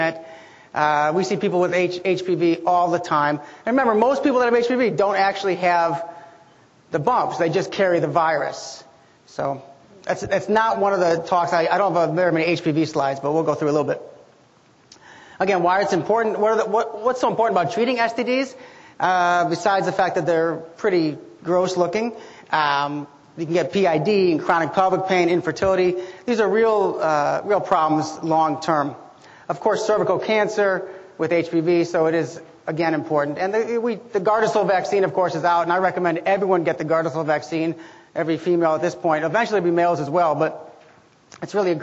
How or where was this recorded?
live audience